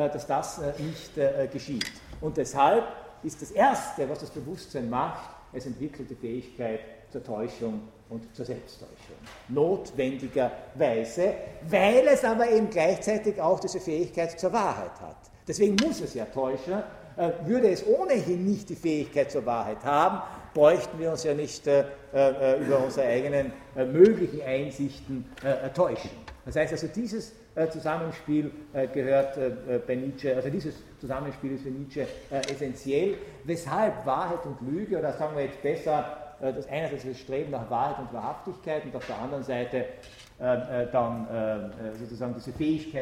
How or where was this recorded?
large echoing room